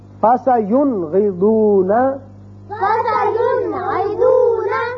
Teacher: اس کے بعد ہے غَيْن، فَسَيُنْغِضُونَ فَسَيُنْغِضُونَ، نون ساکن کو ہم نے ظاہر کر کے پڑھا · Term: اظہار حلقی